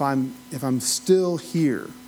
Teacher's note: the difference between the short I and the long E was often inverted